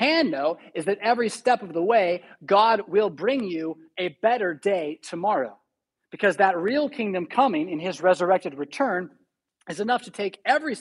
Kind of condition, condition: setting, large echoing room